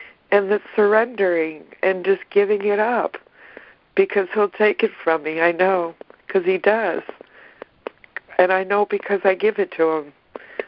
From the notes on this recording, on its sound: ACIM Daily Conference Call